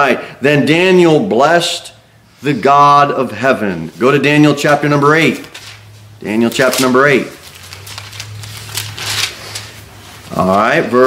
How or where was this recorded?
large echoing room